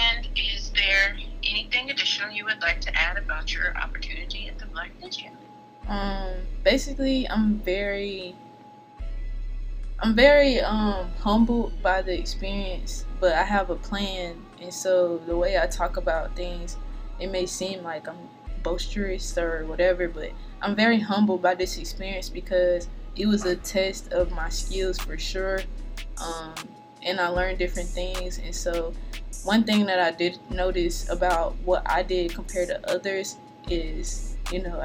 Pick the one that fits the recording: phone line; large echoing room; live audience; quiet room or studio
phone line